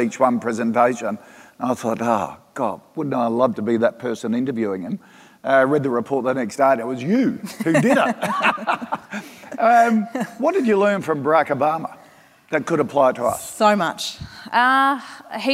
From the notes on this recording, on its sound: From 2018's Flying Solo Live